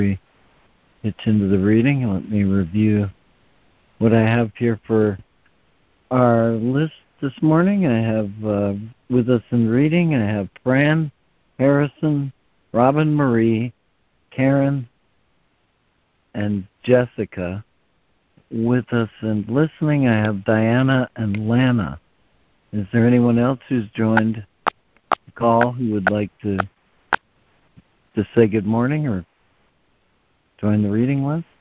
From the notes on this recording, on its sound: ACIM Daily Conference Call